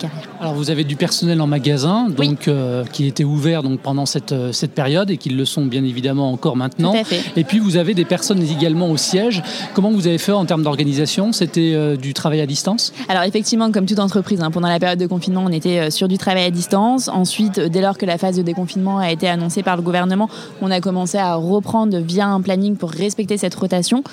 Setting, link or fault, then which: setting, busy venue